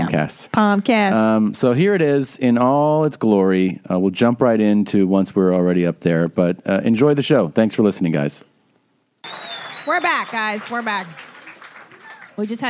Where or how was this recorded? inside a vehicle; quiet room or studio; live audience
live audience